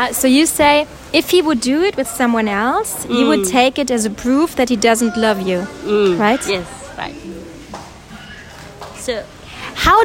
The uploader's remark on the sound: Live from a market in Lombok, Indonesia. Since I was traveling alone, I decided to stroll through the local market in hopes of grabbing a chilled coconut.